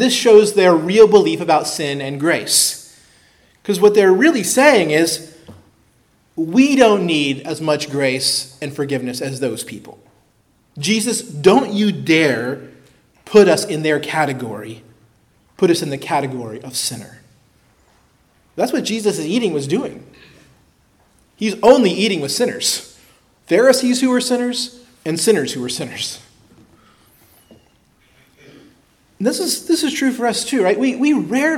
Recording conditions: large echoing room